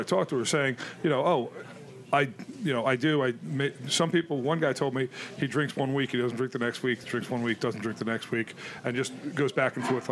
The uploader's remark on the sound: Recording at Top Hops Beer Shop. Some of his early supporters are around the table as well.